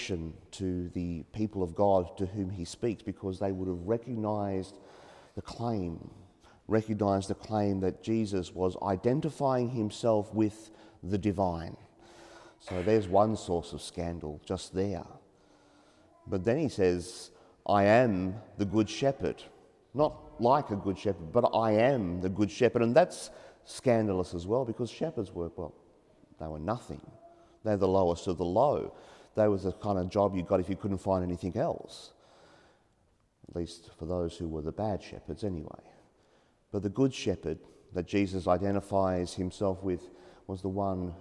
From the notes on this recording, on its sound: as preached during the 8am Mass at Mary Immaculate Church, Tighes Hill